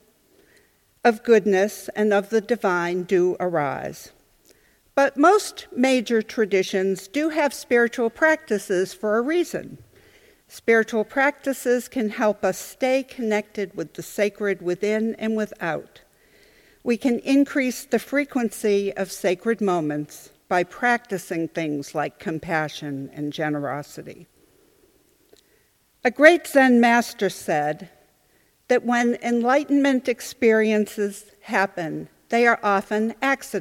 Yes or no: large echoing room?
yes